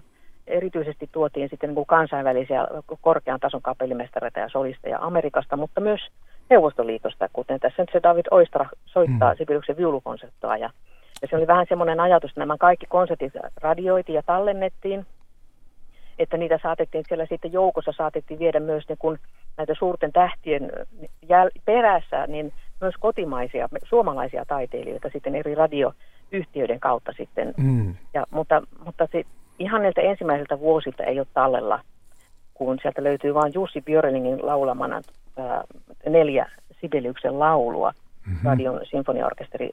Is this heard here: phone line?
yes